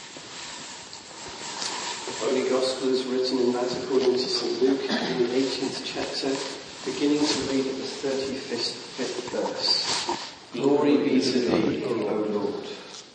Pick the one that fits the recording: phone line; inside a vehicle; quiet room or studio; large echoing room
large echoing room